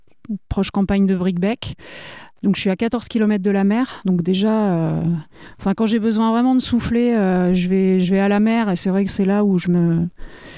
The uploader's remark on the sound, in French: On part en balade. Nous nous sommes retrouvées pendant les grandes marées à Portbail pour une balade en bord de mer.